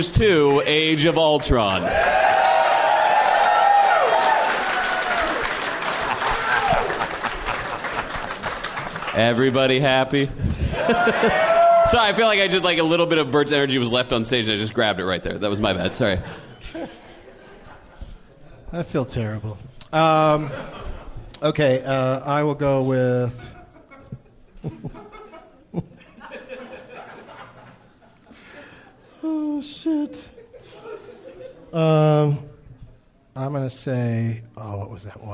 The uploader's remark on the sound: Recorded live at Helium Comedy Club (it's a gas) in St. Louis, Missouri.